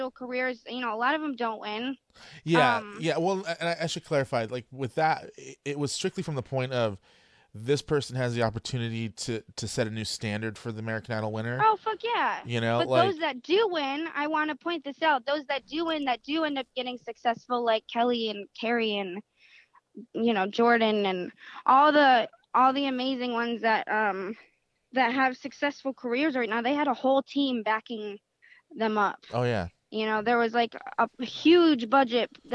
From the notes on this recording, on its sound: called into the show